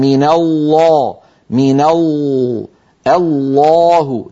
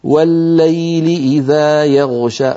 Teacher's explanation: تجدون بأن اللسان قد تقعر في وسطه وارتفع آخره قليلا، وأن لسان المزمار رجع إلى الوراء قليلا · Shown in: first take · من الله، بخلاف لما نقول مثلا والليل إذا يغشى فلا نجد اللسان قد تقعر ذلك التقعر الذي نراه في الصورة اليمنى. · Term: اللام المفخمة